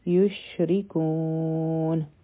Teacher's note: په شین کې بیا تفشی والا آواز دی خورېدو والا